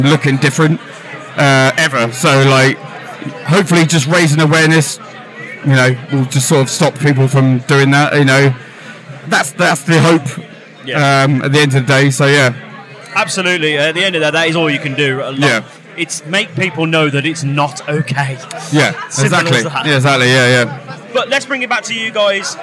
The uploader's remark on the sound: From our 'Live from Bloodstock 2023' series. Their set at the festival earlier on that day on the Sophie Lancaster stage.